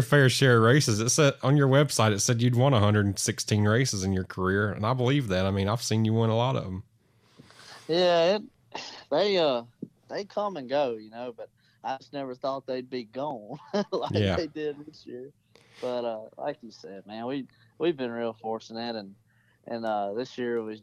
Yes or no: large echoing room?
no